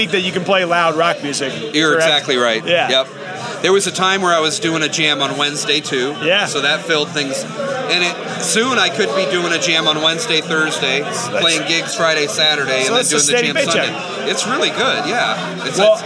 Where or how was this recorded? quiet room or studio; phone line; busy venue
busy venue